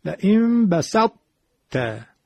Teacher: یه مقداری بوی این طایی که داره از بین میره هم میاد که میگن ادغام ناقص